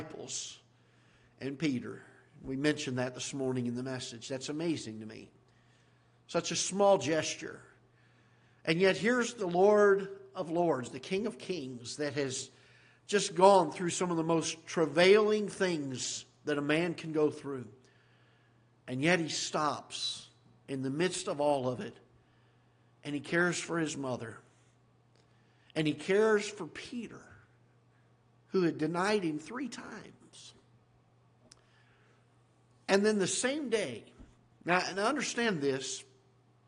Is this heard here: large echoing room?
yes